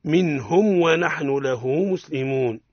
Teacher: الميم الساكنة في لفظ منهم عند واوي ونحن ما حكمها؟ الإظهار